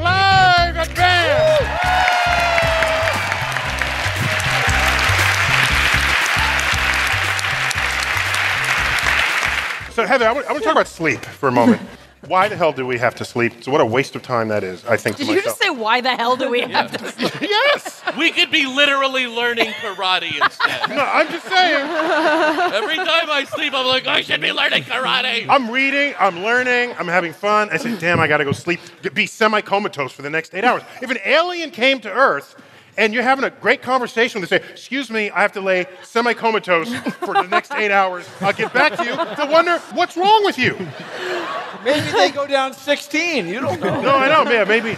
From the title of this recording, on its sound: StarTalk Live: Big Brains at BAM